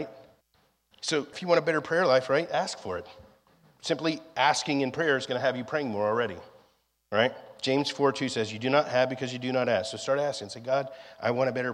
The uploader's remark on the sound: was recorded on Sunday, May 28th, 2023, during our 11AM service at The Anchor Church in Rockport, Maine.